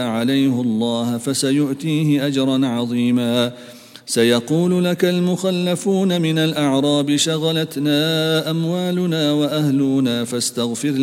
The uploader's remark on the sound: at the Houghton Masjid (West Street)